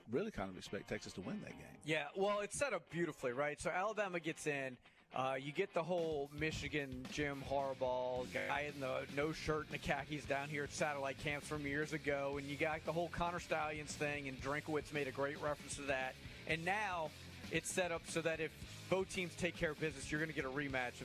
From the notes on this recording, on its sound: LIVE from Dauphin's